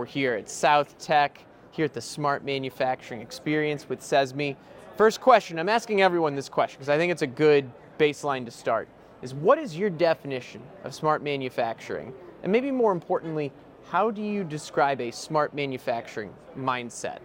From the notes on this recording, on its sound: Live from the Smart Manufacturing Experience. Asked industry experts these questions live at the Smart Manufacturing Experience at SOUTHTEC.